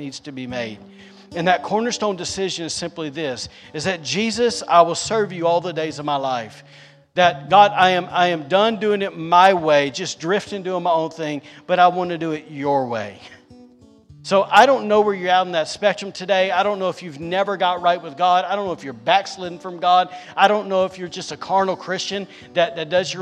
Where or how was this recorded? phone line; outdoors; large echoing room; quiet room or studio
large echoing room